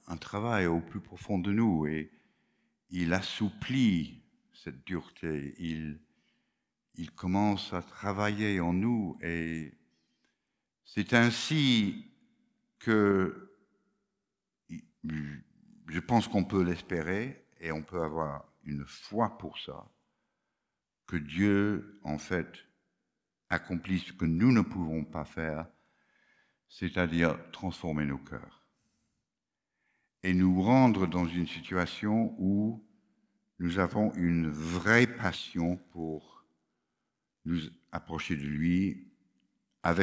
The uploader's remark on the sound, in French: Enregistré à l'église CVV, le 09/01/2022